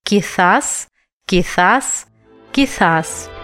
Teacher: буква «сета» произносится как межзубная «с»